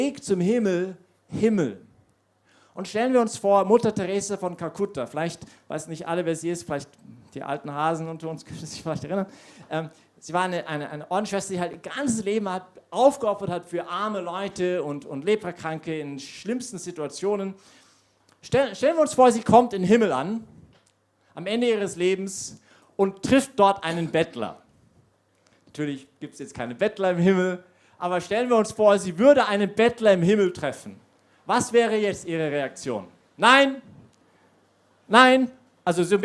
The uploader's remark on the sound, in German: Predigt aus der YP Messe.